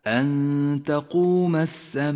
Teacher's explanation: ومن آياته بنفس الآية المد المتصل في قوله تعالى أن تقوم السماء، جاء حرف المد وهو الألف وبعده الهمزة في كلمة واحدة مد متصل، تمد الألف بمقدار 5 حركات وجوبا